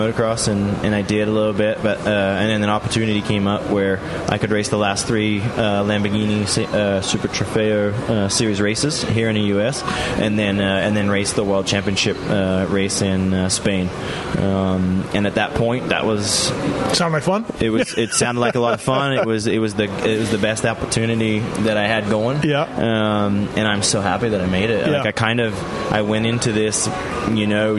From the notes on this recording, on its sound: at the Las Vegas Speedway while he was driving a Lambo